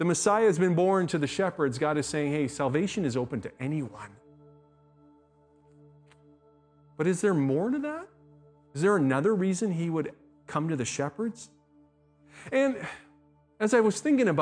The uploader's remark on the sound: speaks at SouthRidge Fellowship, a Langley church